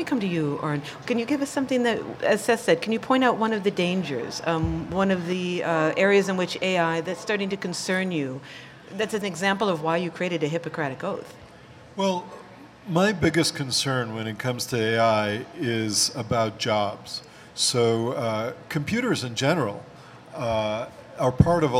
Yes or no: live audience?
yes